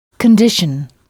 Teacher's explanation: Les mots français en « t-i-o-n » ont la même terminaison en anglais, mais au lieu de prononcer « sion », on prononce « shun ». Il faut frapper la syllabe qui précède « shun ».